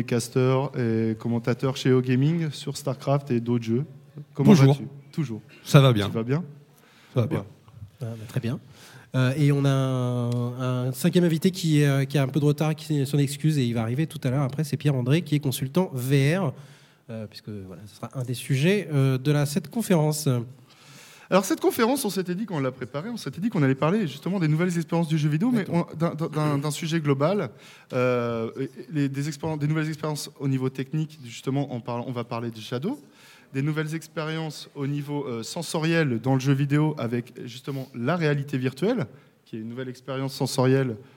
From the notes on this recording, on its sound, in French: Table ronde Les nouvelles expériences du jeu vidéo, enregistrée lors de la première édition du festival Geek & Game à Paris.